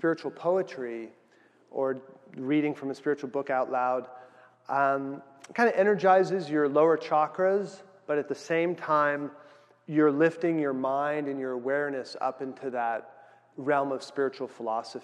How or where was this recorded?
live audience